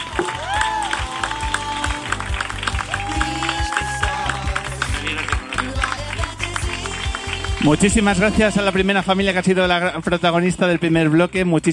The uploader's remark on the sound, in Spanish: Segunda parte del programa Especial que hemos grabado en la azotea del Hospital Infantil 12 de Octubre de Madrid.